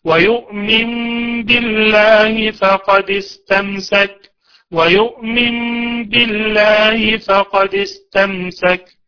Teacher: نلاحظ ان النون اصبح فيها اقلاب الى حرف الايه؟ الميم